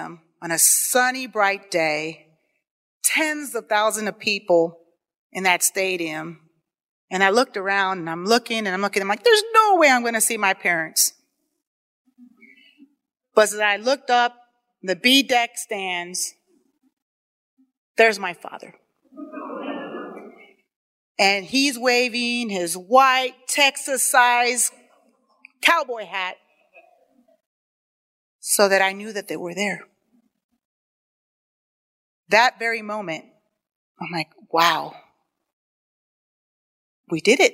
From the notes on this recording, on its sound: on stage at the Columbus Athenaeum on March 9, 2022 during the Columbus Storytellers Project event